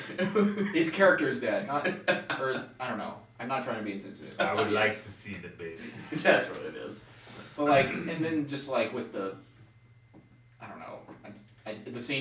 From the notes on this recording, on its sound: Pardon the poor audio quality this week as our studio is a bit torn apart.